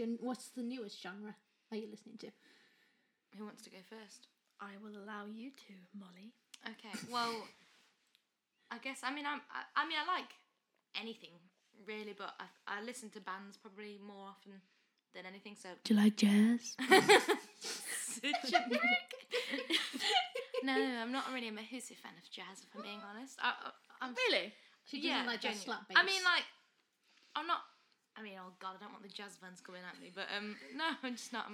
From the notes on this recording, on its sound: Microphone trouble.